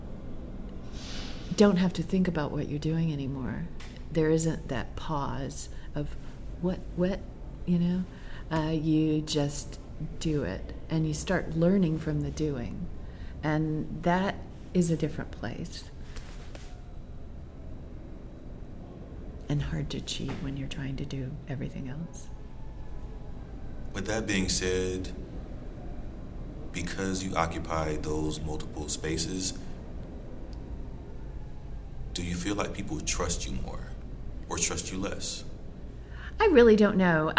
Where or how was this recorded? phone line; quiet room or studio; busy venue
busy venue